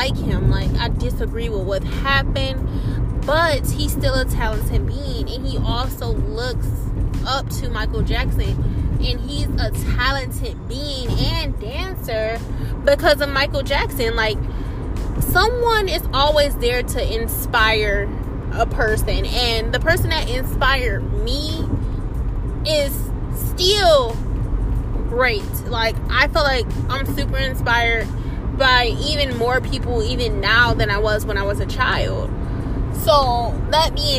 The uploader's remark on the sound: I was in the car as usual